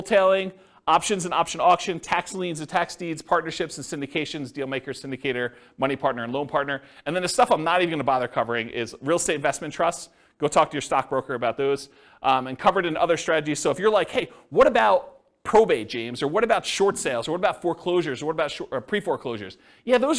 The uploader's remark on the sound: This was a live class recorded